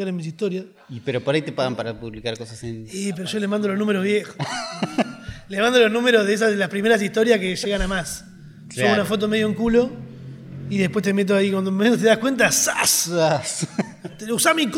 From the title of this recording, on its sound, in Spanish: En vivo desde Rosario